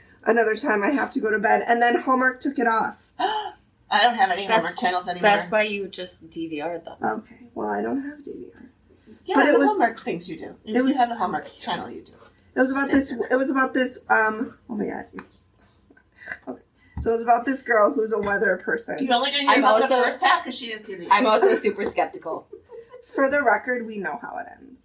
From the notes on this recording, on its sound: The One that Didn’t Record. This week’s episode has terrible sound quality. Hitting the record button on Riverside, she was not.